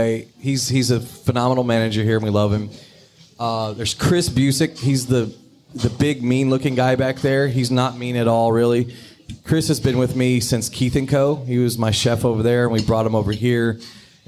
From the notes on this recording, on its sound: LIVE at Bennett's. Their first LIVE on location podcast taping.